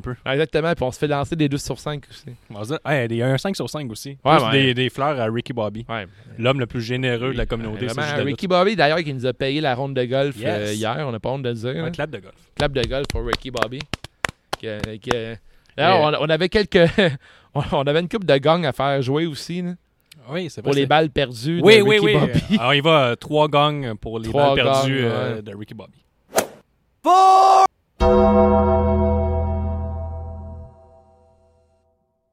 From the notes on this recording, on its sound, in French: Dans la cours à Wave. En direct du studio extérieur CJDLL.